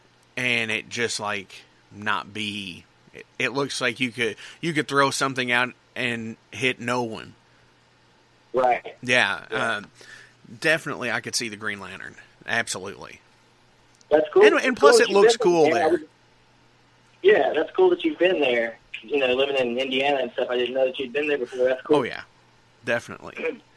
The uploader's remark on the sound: joining me on the phone